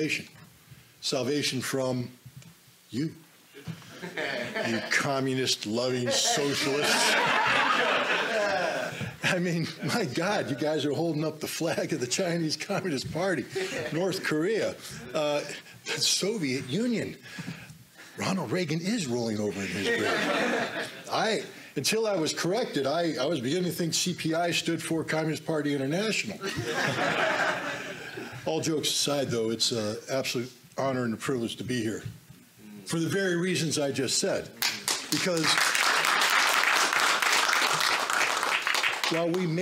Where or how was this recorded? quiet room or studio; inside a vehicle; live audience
live audience